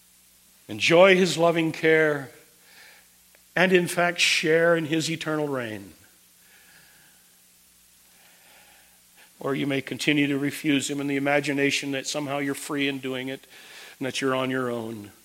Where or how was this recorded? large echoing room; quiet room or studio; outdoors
large echoing room